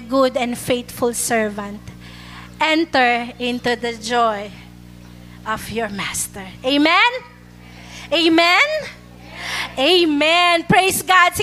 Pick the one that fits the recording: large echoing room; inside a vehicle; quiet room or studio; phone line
large echoing room